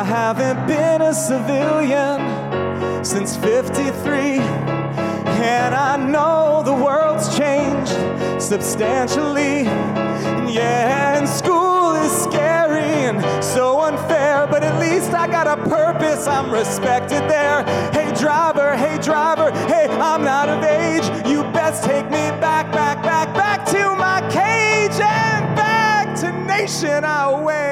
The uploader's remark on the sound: Recorded Live at the W Times Square Hotel. For a live podcast taping at the W Hotel in Times Square, New York.